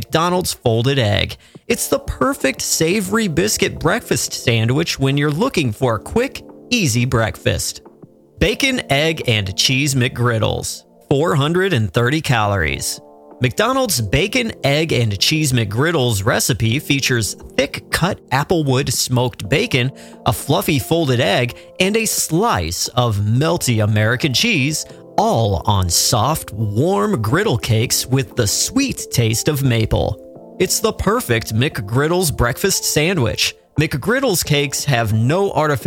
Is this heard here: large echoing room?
no